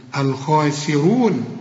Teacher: يا سلام لو تطلع السين دي سين كده مكسورة كده، عالي قوي الخاء، الخاء عالي قوي، أول درجات التفخيم، شوف، وبعدين السين رؤيئة قوي ومكسورة أكثر رقة، الخاسين، الخاسرون، وبعدين الراء ثالث درجات التفخيم، الراء المضمومة